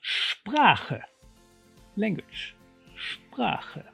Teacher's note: Two sounds that can be a little difficult for English speakers to pronounce are ch, as in ich, and ch, as in ach. The ach sound is pronounced at the back of the throat, like the ch sound in the Scottish word loch.